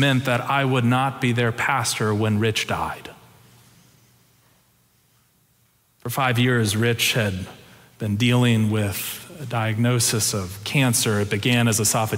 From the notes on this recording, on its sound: Preached November 6, 2022 in our Sanctuary and MorningSong worship services.